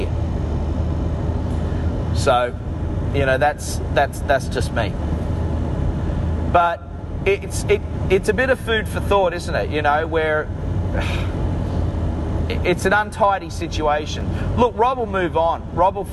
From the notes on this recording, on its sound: Sorry about having to record this in the car but here it is, warts and all.